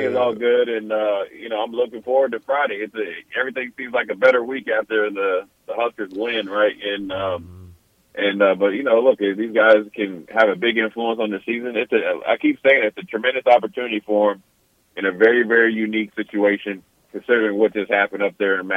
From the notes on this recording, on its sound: joins over the phone